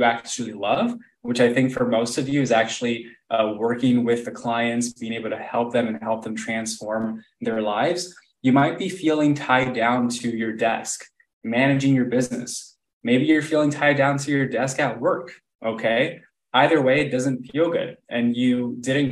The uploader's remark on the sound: This episode is a live recording of a training in our FREE Facebook group